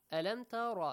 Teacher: Make sure Ra is pronounced with a heavy sound.